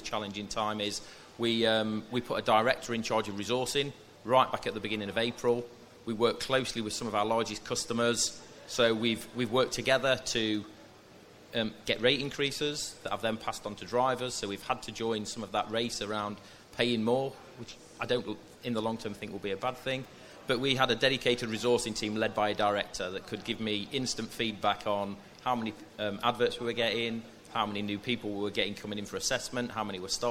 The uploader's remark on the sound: Cold Chain Podcast Live!